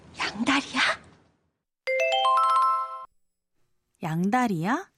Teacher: The ya or ia ending with the raised intonation indicates a casual question